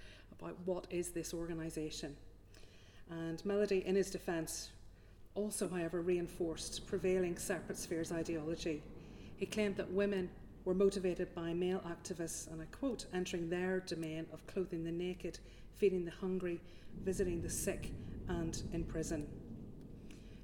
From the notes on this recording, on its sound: The third lunchtime lecture of this series held on 19 October 2022